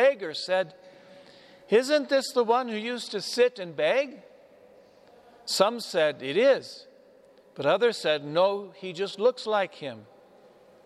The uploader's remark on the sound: Homily delivered to the Saint Francis Catholic Community of Cuenca, Ecuador, (Iglesia de San Francisco).